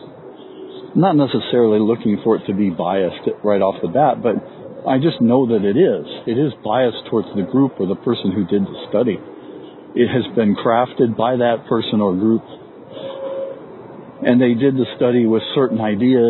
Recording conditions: sounds in the background